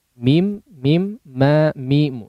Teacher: huruf mim yang dikeluarkan juga secara makhraj dari kedua bibir